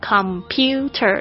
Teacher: 你会发现哪一个声音听起来比较高，就是那个 pu 的这个声音 · Term: 重音